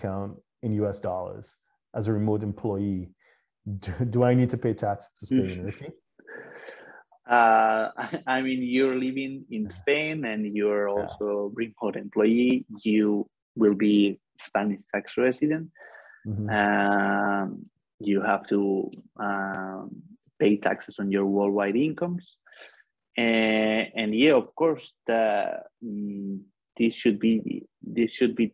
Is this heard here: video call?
yes